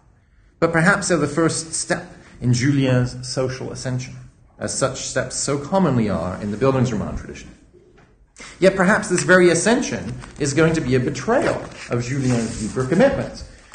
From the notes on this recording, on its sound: A public lecture. Organised by the Institute of Philosophy.